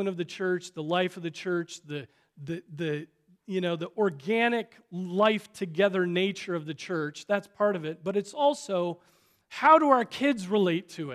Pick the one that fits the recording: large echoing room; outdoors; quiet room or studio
large echoing room